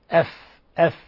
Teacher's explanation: لاحظوا إخواني الفاء مخرجها من بطن الشفة